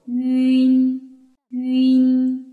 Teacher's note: 发出吁之后呢，我们的舌尖直接向上齿龈运动 · Term: 前鼻韵母